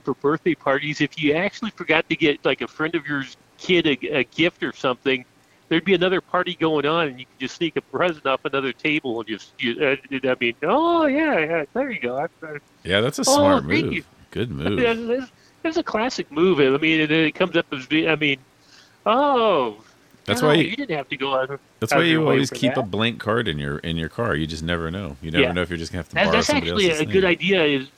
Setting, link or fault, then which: setting, outdoors